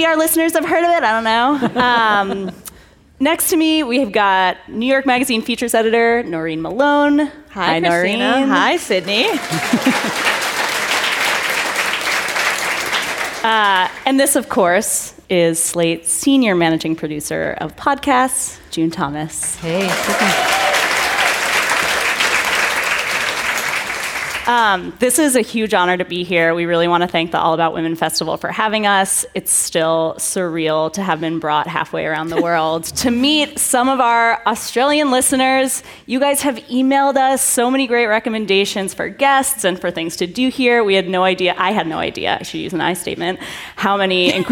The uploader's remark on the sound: join the All About Women Festival live at the Sydney Opera House